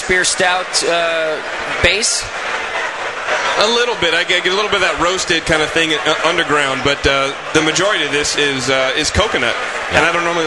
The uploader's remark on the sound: Live From Club Night 2010